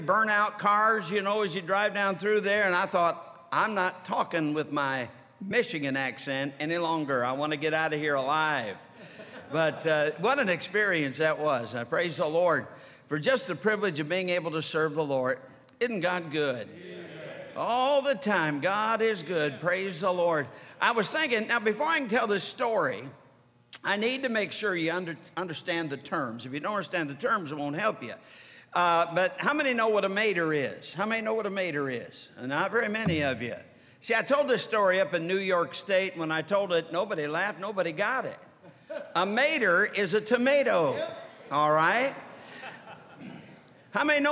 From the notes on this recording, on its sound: during the Sunday Evening service of the 47th Annual Stewardship and Missions Conference on October 15, 2023, at North Valley Baptist Church in Santa Clara, California